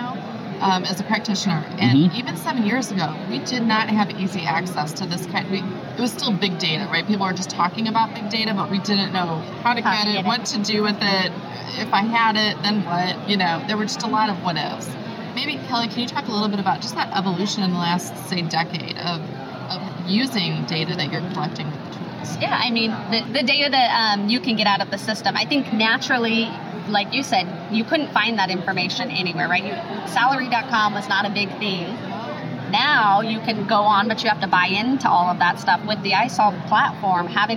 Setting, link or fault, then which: setting, busy venue